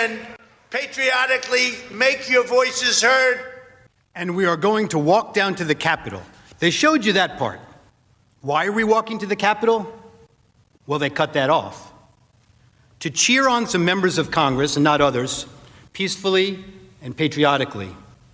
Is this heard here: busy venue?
no